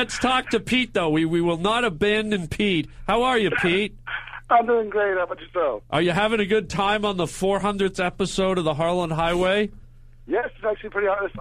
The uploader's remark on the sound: The live in studio 400th. IN STUDIO AT UNIVERSAL CITY episode. Live calls and webcast.